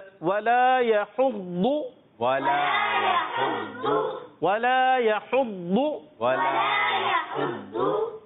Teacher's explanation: لگے گا ایسے ہی جیسے دال پڑھ رہے ہیں، دال کو موٹا کر رہے ہیں